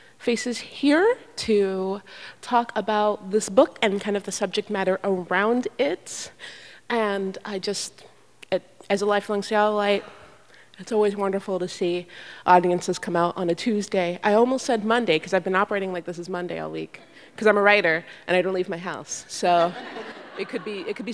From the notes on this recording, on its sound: This “Nasty Women” book tour event was presented by Town Hall Seattle in partnership with NARAL Pro-Choice Washington at Seattle First Baptist Church.